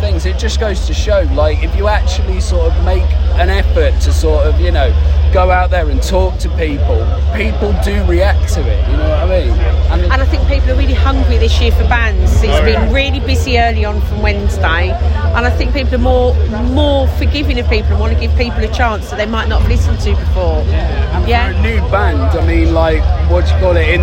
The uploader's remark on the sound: Just after their set at the festival